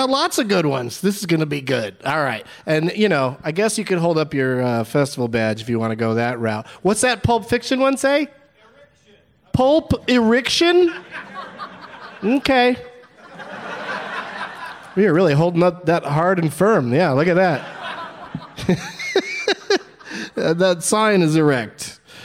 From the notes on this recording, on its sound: Live from the Just For Laughs Fest in Montreal